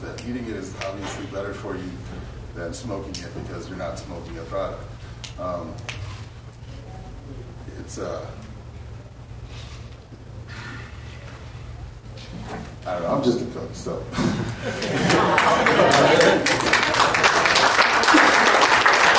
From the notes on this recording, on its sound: Audio from the Helena Montana Medical Growers Assocation Cannabis Symposium.